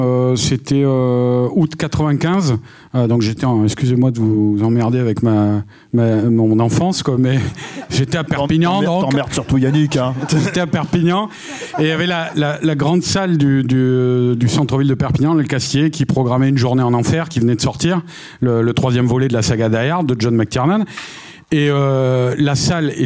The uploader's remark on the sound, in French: Ce second épisode de CAPTURE LIVE a été enregistré au Club de l'étoile, lors de la Séance Capture Mag consacrée au film MORT OU VIF de Sam Raimi. Répondent aux questions des auditeurs et des personnes présentes à la séance.